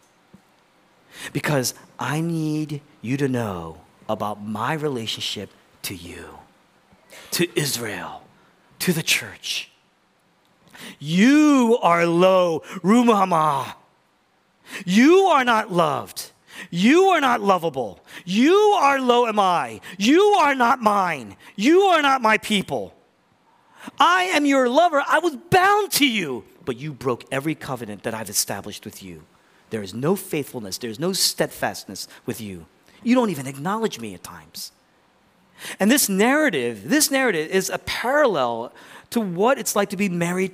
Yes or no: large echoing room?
yes